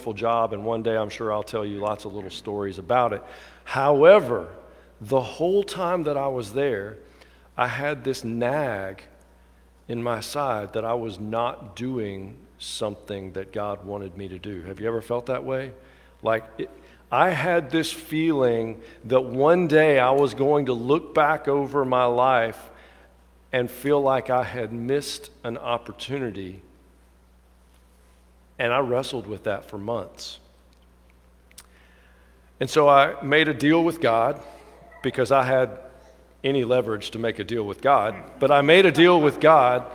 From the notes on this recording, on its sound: At the 11:00 traditional service. Alabaster First United Methodist Church.